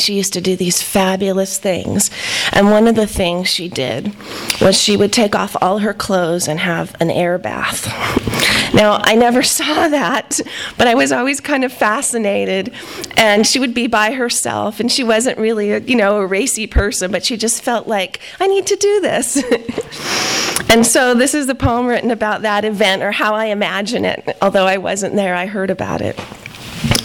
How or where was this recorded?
live audience